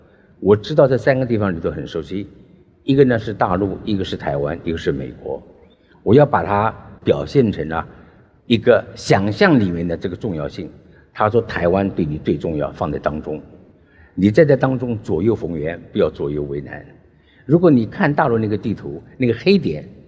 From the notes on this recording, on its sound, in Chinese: 本集節目取自【2023突破者知識跨年饗宴】現場錄音